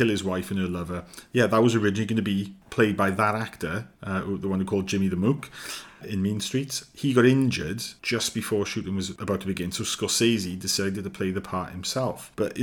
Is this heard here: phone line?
no